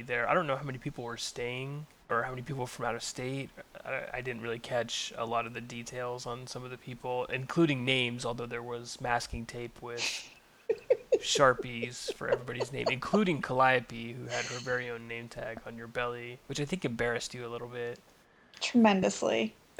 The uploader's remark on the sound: Well, it’s an abbreviated podcast this week: During recording my allergies were acting up so we struggled to get decent sources to begin with what with all my sniffling and wheezing.